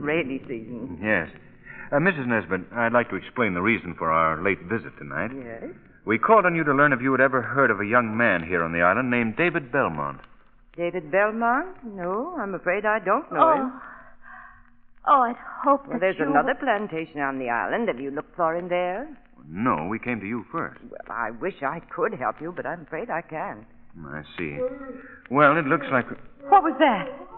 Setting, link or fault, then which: fault, poor sound quality